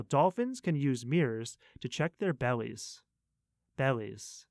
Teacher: You want to keep the word pretty flat, but try not to go down or up too much.